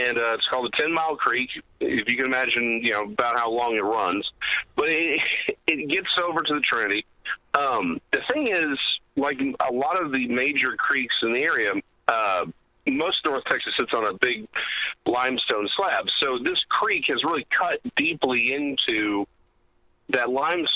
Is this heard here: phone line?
yes